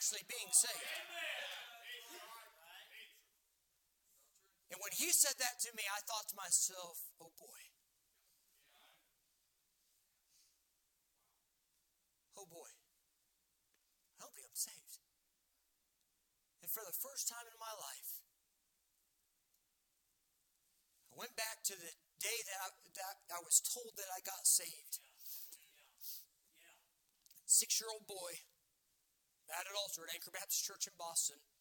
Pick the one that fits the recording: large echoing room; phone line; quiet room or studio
large echoing room